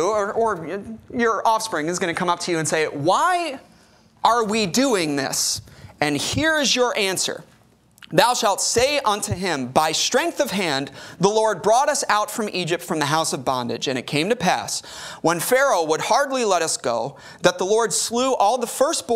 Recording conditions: large echoing room